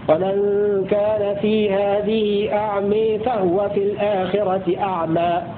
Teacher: أمال أبو عمرو اللفظ الأول وفتح الموضع الثاني · Term: بإمالة اللفظ الأول